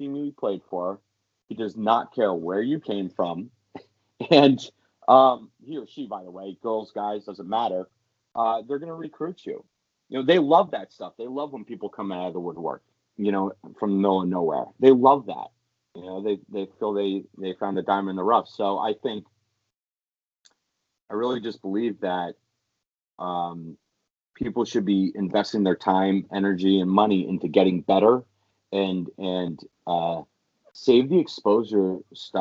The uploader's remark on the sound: First off, apologies for the horrible audio - we'll get better.